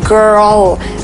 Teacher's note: la R no rueda, así como en el español, que era muy difícil tratar de controlar hasta dónde la vas a rodar.